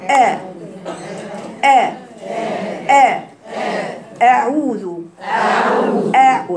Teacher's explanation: بتقراي الهمزه من اقصى الحلق، وبتقراي الهمزه حرف رقيق وسطا